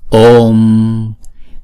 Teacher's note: chữ O là diphthong, chúng ta đọc hai nhịp